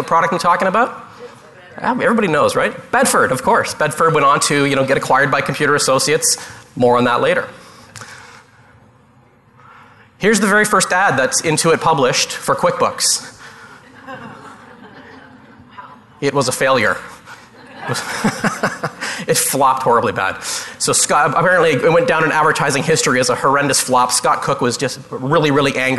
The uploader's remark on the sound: Live Broadcast at the The IPBC IGNITE Conference